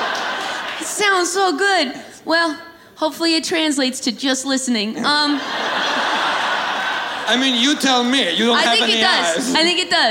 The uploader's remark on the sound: Live in Brooklyn from the Murmrr Ballroom.